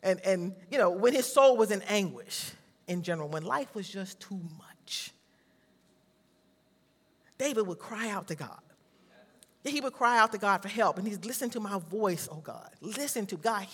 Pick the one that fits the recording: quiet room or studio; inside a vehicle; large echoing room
large echoing room